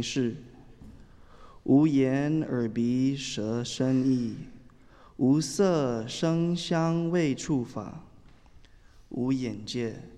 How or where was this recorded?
large echoing room